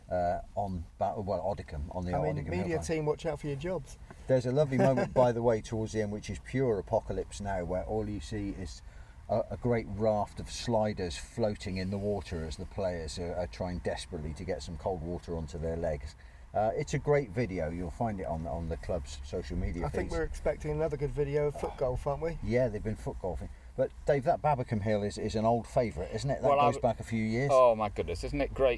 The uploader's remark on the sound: This week from the sun-kissed meadows of Seale Hayne - well, a car in the car park to be truthful.